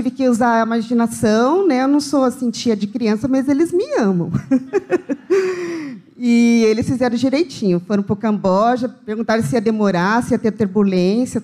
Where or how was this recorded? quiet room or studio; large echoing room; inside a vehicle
large echoing room